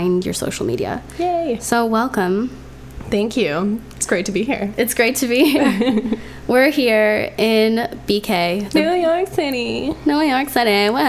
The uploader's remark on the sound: Sorry about the weird humming noise. This is another episode recorded on the road, so we didn't have our normal studio setup.